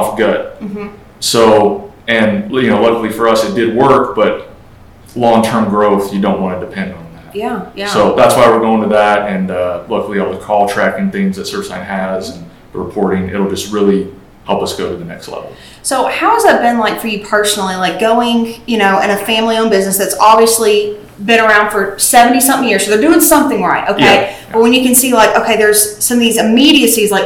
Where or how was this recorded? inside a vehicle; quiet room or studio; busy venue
busy venue